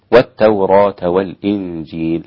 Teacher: دون إمالة ولا تقليل، بالفتح في التوراة والإسكان مع التحقيق في الإنجيل